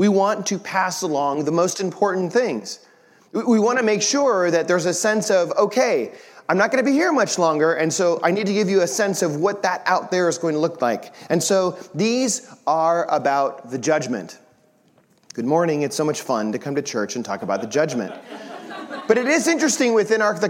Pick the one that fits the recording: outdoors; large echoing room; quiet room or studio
large echoing room